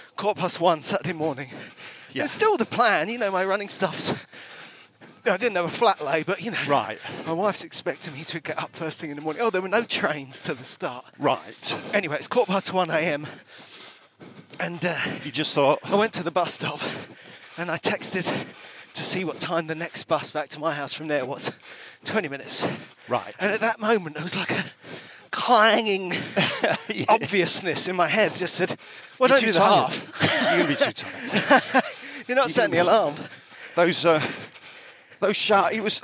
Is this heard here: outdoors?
yes